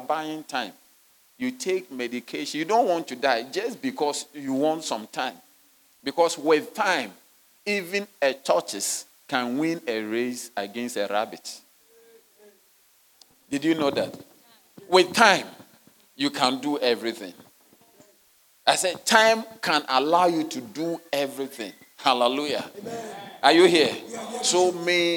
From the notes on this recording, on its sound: Sermon delivered on Sunday, February 11, 2024, at Serious Christian Church in Cape Town, South Africa.